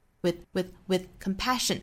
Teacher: with 尾部的这个 th 一定要轻要弱